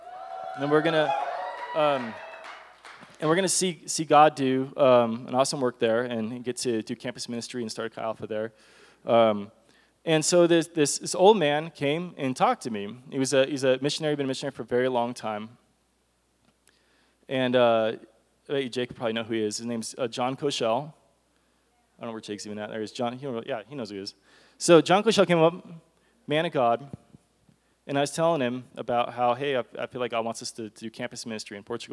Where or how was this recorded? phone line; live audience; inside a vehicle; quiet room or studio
live audience